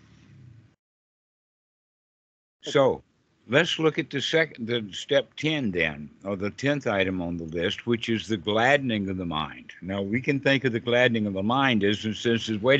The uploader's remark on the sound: This call was recorded on the 11/25/2022.